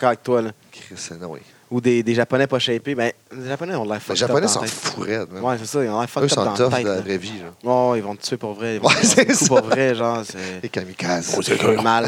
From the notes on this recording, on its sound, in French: en direct de la vielle capital Québec lors de notre passage à la NSPW